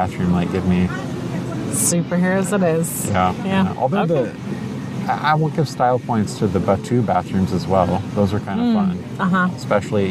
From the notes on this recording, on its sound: Live from Disneyland Park. At Cafe Orleans.